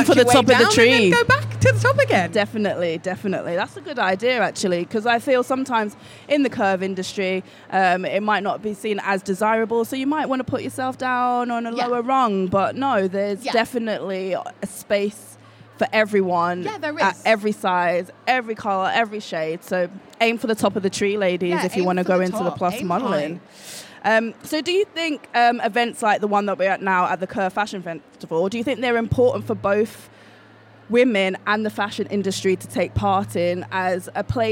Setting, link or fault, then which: setting, busy venue